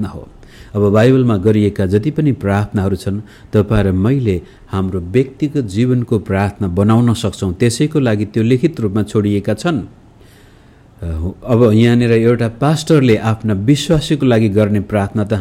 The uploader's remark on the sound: Message preached to Shanti Jeevan Church, Kathmandu, Nepal